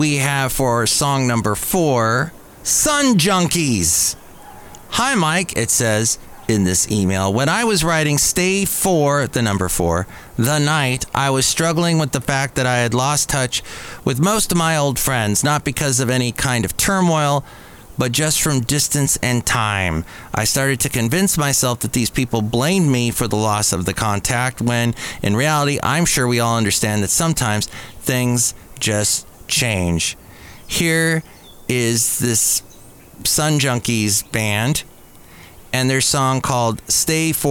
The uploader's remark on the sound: podcasts live from Café Anyway